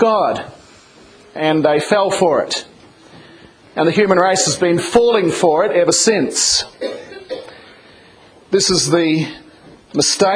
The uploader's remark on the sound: this was a sermon preached in 2007 07 29 in the Am service.